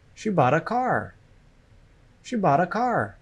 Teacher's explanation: The stress is on the content words, bought and car.